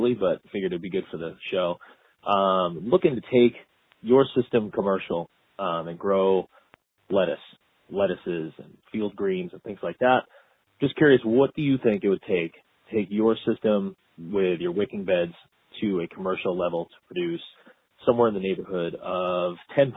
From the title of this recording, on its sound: Listener Calls